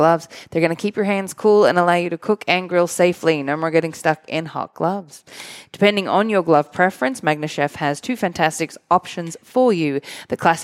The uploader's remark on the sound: Is recorded live in front of a studio audience at the Studio 21 Podcast Café upstairs at Two Guys Smoke Shop in Salem, NH.